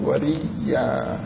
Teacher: ثم خففت الهمزة فأبدل منها ياء. نعم وأدغمت الياء في الياء وكان هذا حسنة لأنه رئيا يعني ياءتين ياء وهمزة أبدلت الهمزة ياء وأضيمت الياء بالياء فصارت وريا.